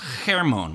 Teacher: it's actually pronounced Hermon with the Hebrew ch sound